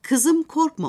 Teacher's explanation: Bu durumda kızım sözcüğü orta bir tonda başlar. İkinci hecede ezgili ses tonuna ulaşır